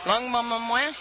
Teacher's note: emphasizing the nasalized vowels that are so typical of Guadeloupean Creole